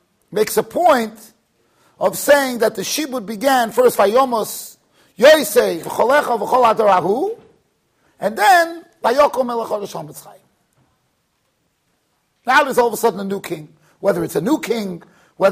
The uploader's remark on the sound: Shiur recorded in Yeshivas Ohr Reuven, Monsey NY.